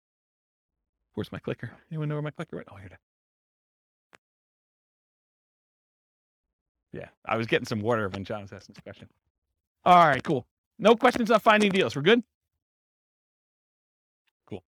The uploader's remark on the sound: This was a live class recorded